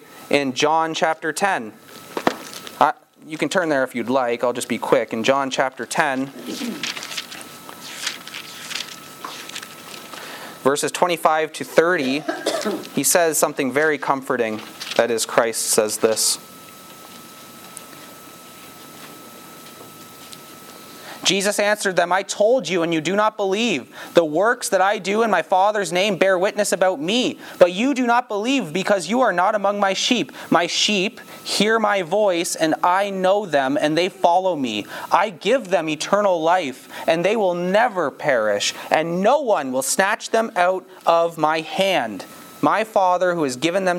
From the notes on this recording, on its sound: This sermon was preached on September 4, 2022, at Campbell Baptist Church, Windsor, ON.